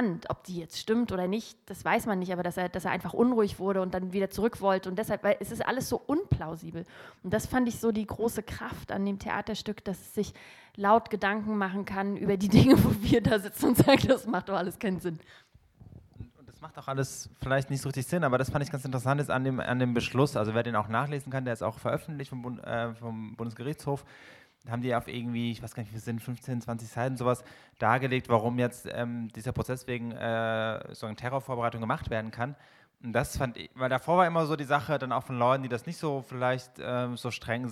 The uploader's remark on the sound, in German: Heute haben wir ein ganzes Theater voll. Den Livemitschnitt einer Podiumsdiskussion aus dem Orangerie Theater.